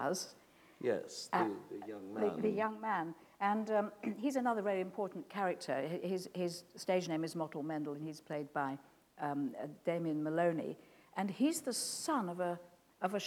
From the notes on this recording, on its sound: This is a recording of a live Platform event from February 2012.